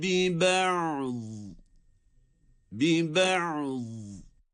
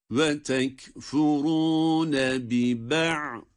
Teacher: Cezimli olması itibariyle burada ayında ne böyle sesin büsbütün akışı, ne de hapsedilmesi var. Ayının sesi çıkacak kadar duyulması lazım. Yani nefesin burada hapsedilmesi de yok. · Shown in: first take · Term: beyniye